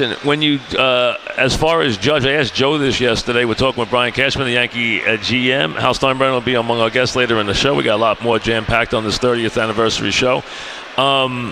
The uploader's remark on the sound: live at Grand Central Teriminal